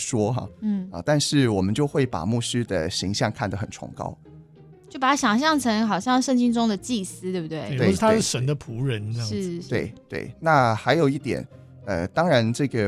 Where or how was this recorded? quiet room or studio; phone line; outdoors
quiet room or studio